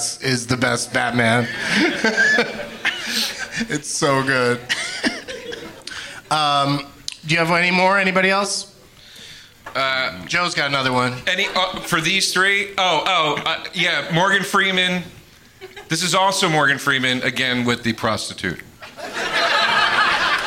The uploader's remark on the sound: Live from Hyena's Comedy Club in Dallas